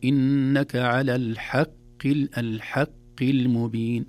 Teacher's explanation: الحاء حرف مرقق دائما، قد يتأثر بالحرف الذي بعده مثل القاف، وإن كانت القاف مكسورة أيضا ضعيفة مثل الخاء اللي ذكرناها، لكن لا نقول على الحق المبين، إنك على الحق، الحق المبين، الحاء مرققة والقاف في أدنى درجات التفخيم.